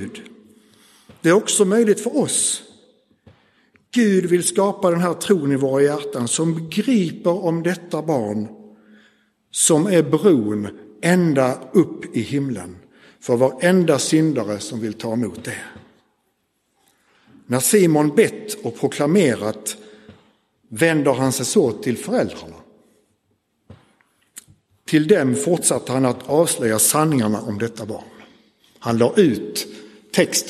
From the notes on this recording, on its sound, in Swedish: Inspelad i Roseniuskyrkan den 4 februari 2024.